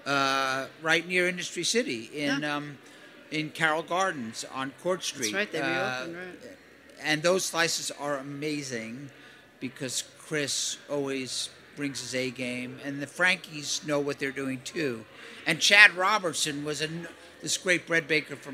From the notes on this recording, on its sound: LIVE FROM INDUSTRY CITY